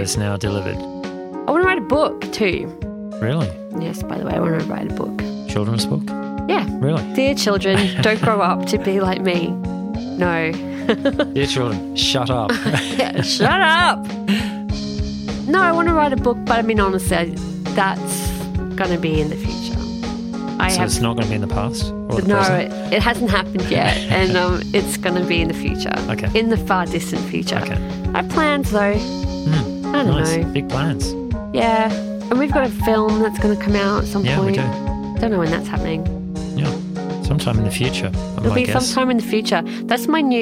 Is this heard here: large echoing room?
no